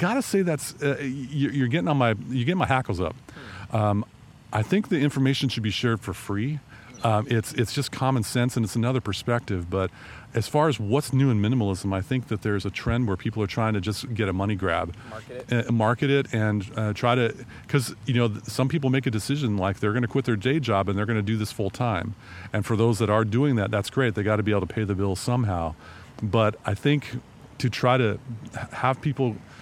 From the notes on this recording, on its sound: Record from the great outdoors- live from the unofficial Truckbed Studios of the Bellingham Podcast. Do a test run using a slightly different podcasting setup while recording on location.